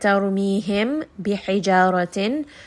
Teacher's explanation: So if you have a Mim Sakin and it is followed by the letter Ba, then the Mim Sakin is going to be hidden between the lips. So you are hiding it, Khafi, you are going to hide it between the lips. · Term: Ikhfa